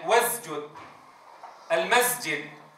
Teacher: من الأخطاء خلط صوت السين بالزاي، وازجد المسجد، درجاً على الخطأ اللهجي.